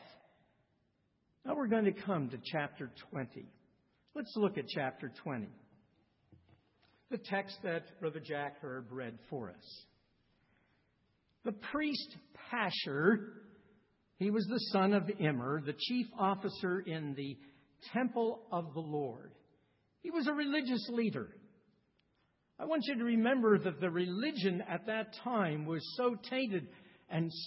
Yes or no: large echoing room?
yes